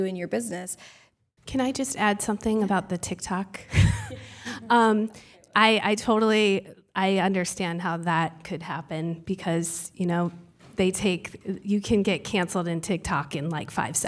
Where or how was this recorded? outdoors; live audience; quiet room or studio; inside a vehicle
live audience